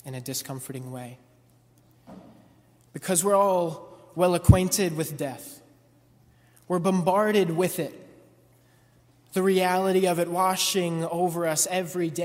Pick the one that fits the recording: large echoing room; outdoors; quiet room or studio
large echoing room